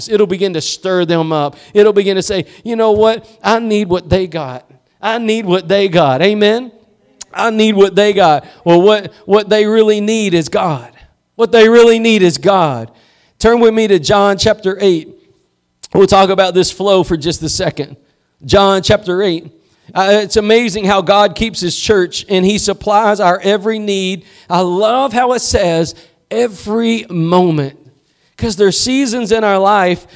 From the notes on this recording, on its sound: Preached at Gospel Lighthouse in Bossier City, La.